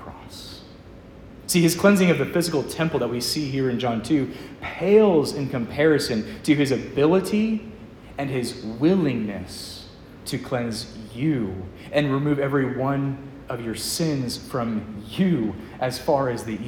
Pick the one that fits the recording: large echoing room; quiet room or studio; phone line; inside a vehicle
large echoing room